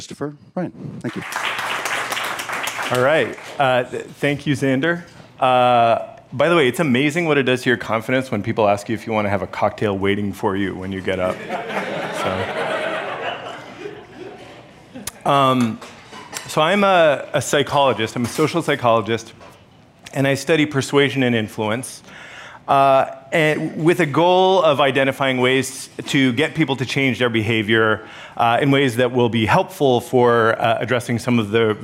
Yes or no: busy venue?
yes